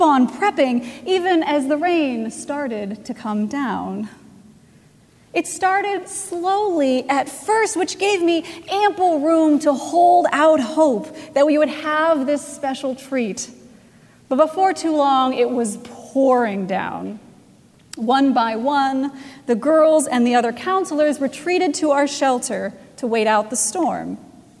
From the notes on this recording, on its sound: Recorded August 27, 2017 at Trinity Presbyterian Church in Bixby, Okla.